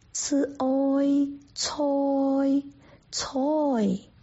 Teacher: 结束音在 i 上面，但是这个 i 呢很短不明显